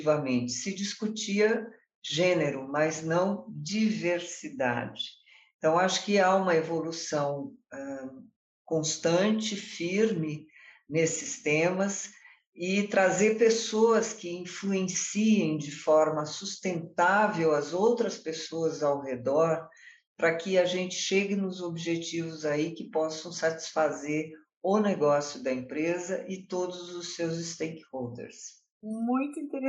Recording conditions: video call